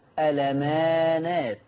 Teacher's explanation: الامانات برضو هشيل الهمزه واخد الفتحه واحطها على اللام · Term: نقل